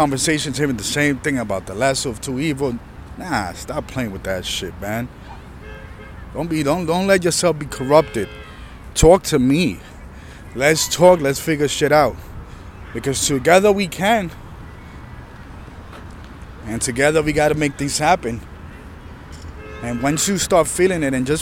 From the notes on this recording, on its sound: This was recorded outside during busy time in the park, enjoying the environment.